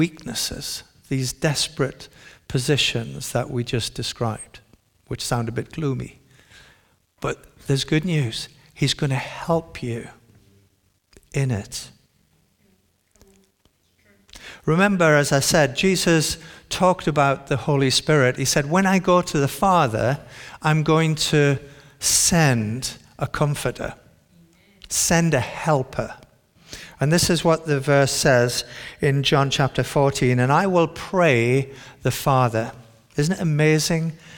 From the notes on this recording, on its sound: This sermon was recorded on Sunday 12th November 2023 at our Great Denham venue.